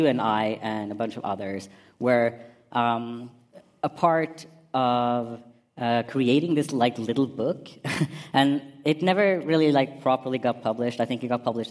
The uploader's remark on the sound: PKI/POGI 5 years anniversary party live podcast.